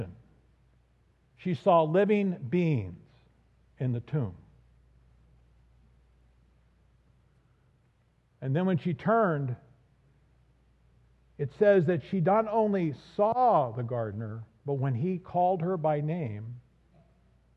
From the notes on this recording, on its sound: This audio is from the recording of the sermon at the 9:30am service on Easter Sunday.